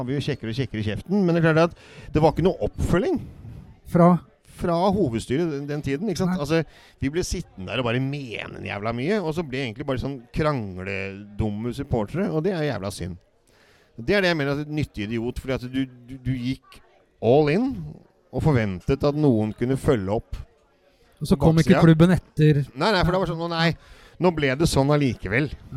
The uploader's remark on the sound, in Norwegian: Live fra Bohemen